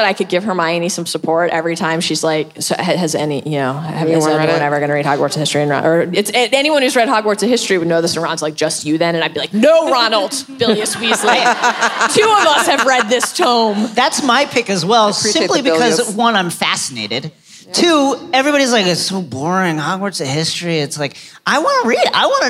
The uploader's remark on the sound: Live From LeakyCon 2018